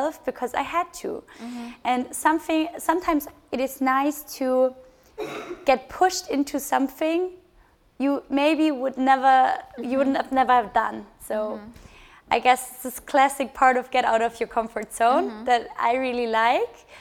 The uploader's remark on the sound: Together with “HubSpot for Startups” and Forbes, Listen&Grow hosted a live podcast festival in Berlin.